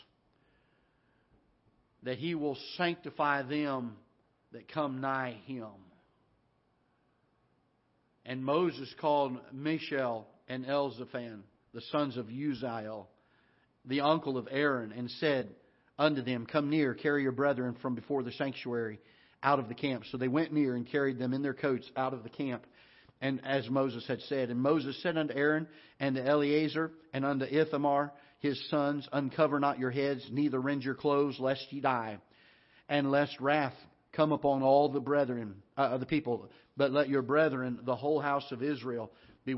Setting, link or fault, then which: setting, large echoing room